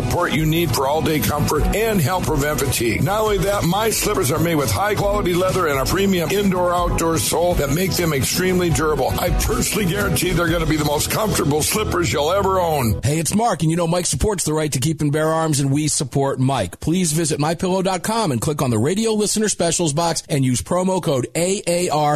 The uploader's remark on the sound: calling in live from Japan